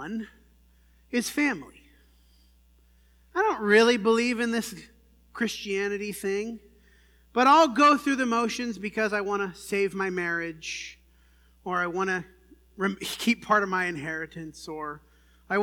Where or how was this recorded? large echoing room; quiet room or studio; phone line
large echoing room